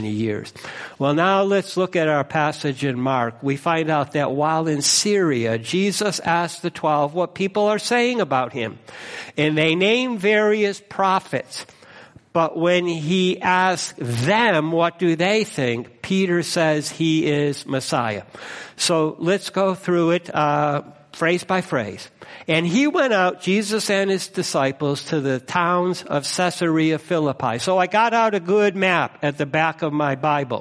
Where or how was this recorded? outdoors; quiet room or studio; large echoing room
large echoing room